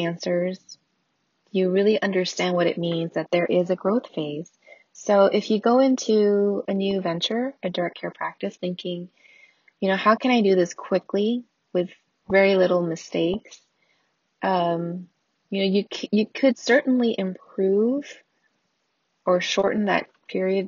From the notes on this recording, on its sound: I didn't bother editing anything. Here's the raw recording straight from my car, ambient car noises included!